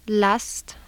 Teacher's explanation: And the approximants begin with a lateral.